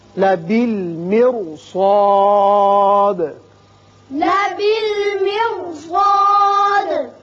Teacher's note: سواد حروف مستعلیہ میں سے ہے اور حروف مستعلیہ موٹے پڑھے جاتے ہیں، اس لیے را بھی موٹا پڑھا جائے گا